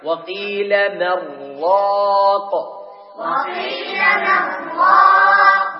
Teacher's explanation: والإدغام بغير غنة هو أن يذهب الحرف والصفة معا، يذهب الحرف والصفة معا، يعني يذهب الحرف النون الساكنة أو التنوين وتذهب صفته التي هي الغنة